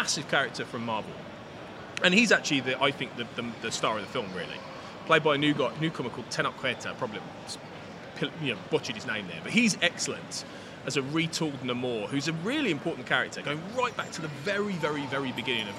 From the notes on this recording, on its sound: still broadcasting live from London (in this case Paddington station)